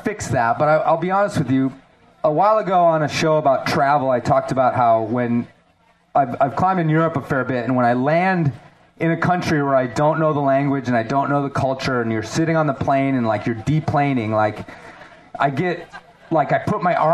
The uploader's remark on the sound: We present a LIVE show from the New River Gorge Craggin’ Classic. In the American Alpine Club campground above the New River Gorge. In front of a raucous crowd.